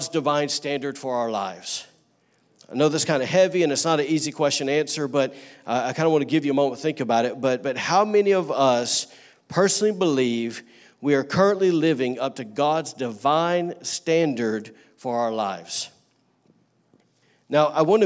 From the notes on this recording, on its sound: was recorded on Sunday, October 7, 2018, during service at The Anchor Church in Rockport, Maine.